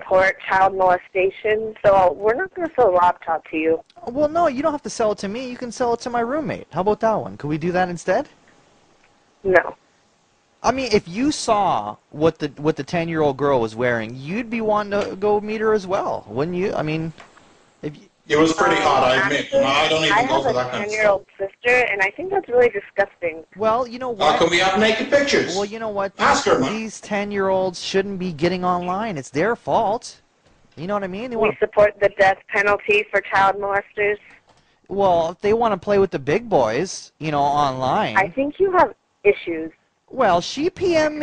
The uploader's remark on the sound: …'s Personal Prank Phone Calls Collection.